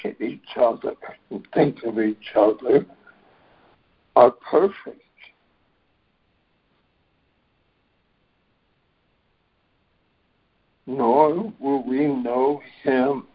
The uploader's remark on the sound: ACIM Daily Conference Call.